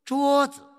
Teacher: 在阴平后面，也就是在第一声后面，它读成二度 · Term: 轻声